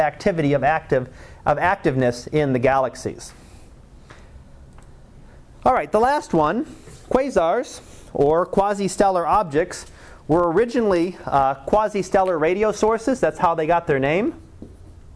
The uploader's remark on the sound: Live Class Lecture 2013 Nov 18